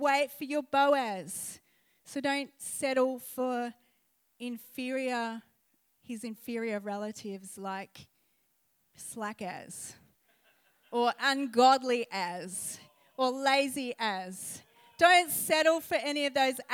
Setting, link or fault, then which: setting, live audience